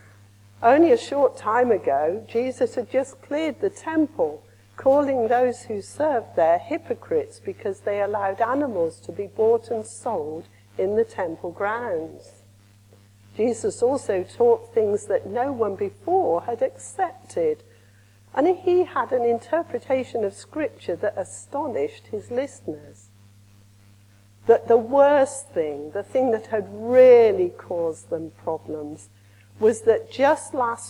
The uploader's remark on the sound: Recorded at the evening service. Andrew's Church, Shottery.